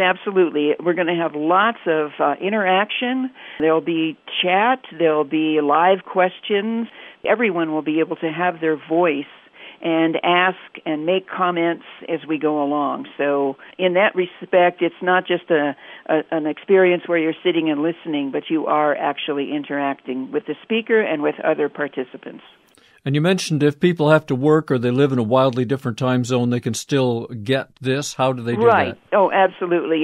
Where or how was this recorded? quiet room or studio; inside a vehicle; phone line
phone line